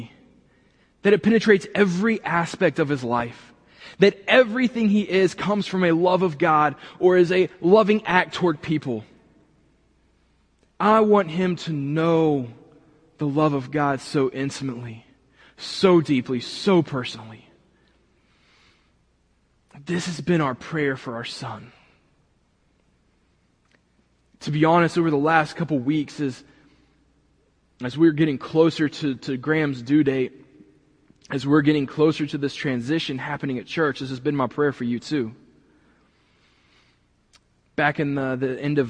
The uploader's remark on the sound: this week was recorded from the building